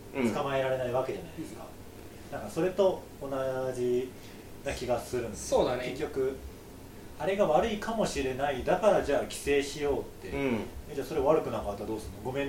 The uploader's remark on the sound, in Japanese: 初めての収録なのでお聞き苦しい点があるかもしれません